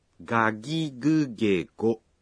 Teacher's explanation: En japonais, le G en début de mot se prononce de façon sonore